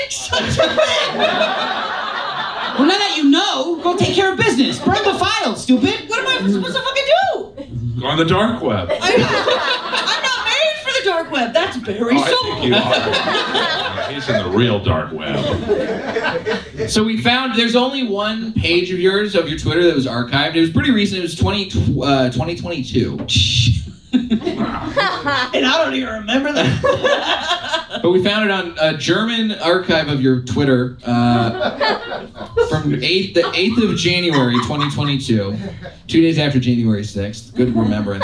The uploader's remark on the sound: Recorded live at The Comedy Store.